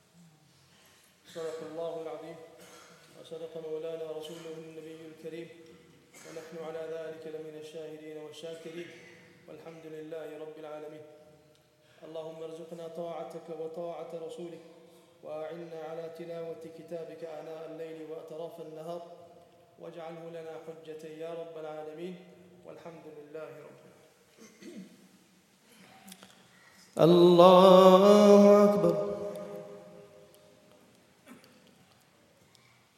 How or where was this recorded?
large echoing room